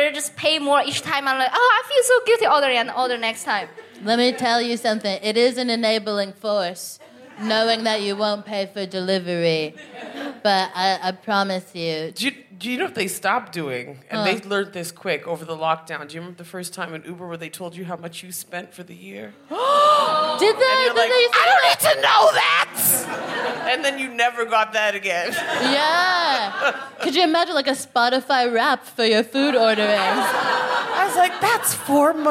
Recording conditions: busy venue